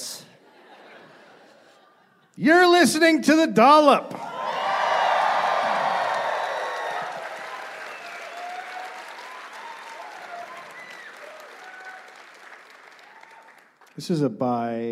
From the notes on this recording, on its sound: Recorded live in Columbus.